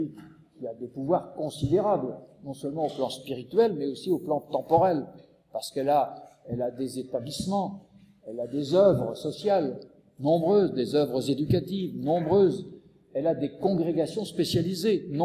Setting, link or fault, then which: setting, large echoing room